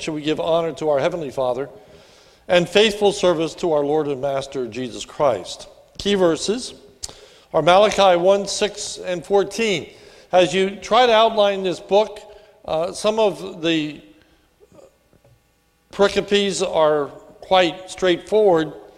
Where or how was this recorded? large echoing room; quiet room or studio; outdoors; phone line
large echoing room